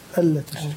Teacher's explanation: إضغام النون في اللام يبقى إضغام كامل بغير غنة